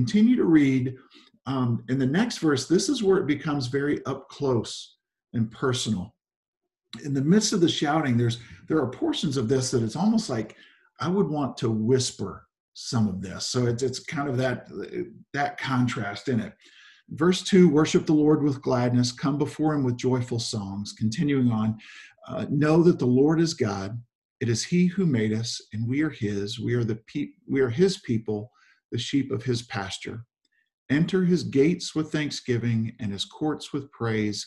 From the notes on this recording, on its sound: Zoom Sunday 11/22/20 (Audio).